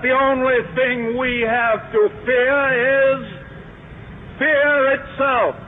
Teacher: don't hit the R's at the end of your sentence